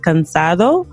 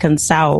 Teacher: this tendency to drop the letter D when it's in between two vowels · Shown in: second take · So like hearing like the word cansado, it would kind of sound like cansao.